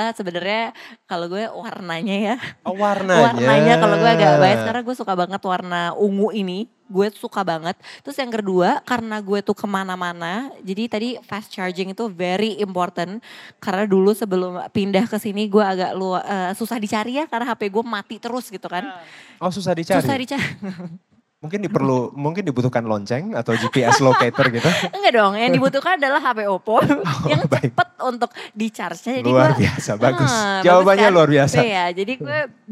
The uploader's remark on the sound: Special Live On Stage. Kali ini, Ngobrol Sore Semaunya Live on Stage balik lagi!